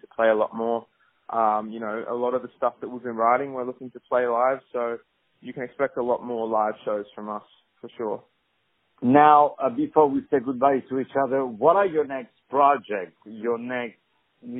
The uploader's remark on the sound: On the phone